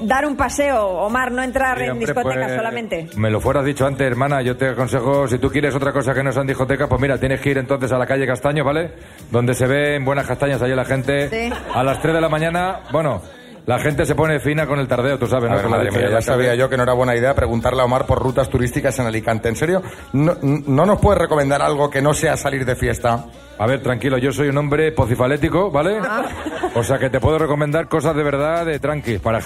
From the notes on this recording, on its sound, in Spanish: Las Mañanas KISS desde ALICANTE. Lleno total en nuestro programa en directo en Alicante. Nuestra tradicional cita a ciegas sobre el escenario.